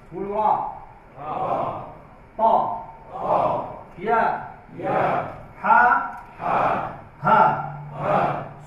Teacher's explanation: قال العلماء هناك خمسة حروف هجاؤها حرفان آخره حرف مد مقداره حركتان، جمعت بعبارة اللي هي حناخذها را ثم طا ثم يا ثم حا ثم ها، وهذه جمعت بعبارة حي طهر.